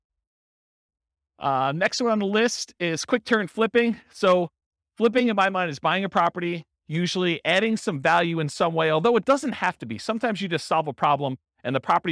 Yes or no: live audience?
yes